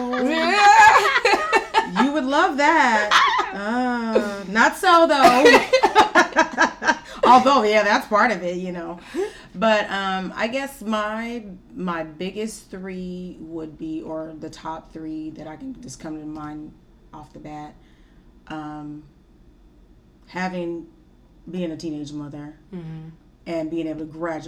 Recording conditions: sounds in the background